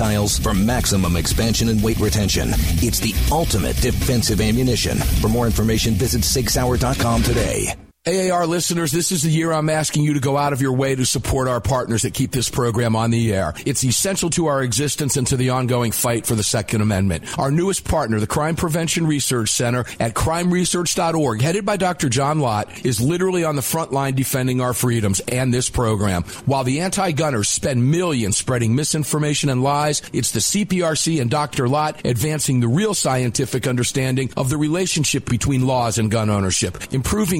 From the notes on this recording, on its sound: live from Daniel Defense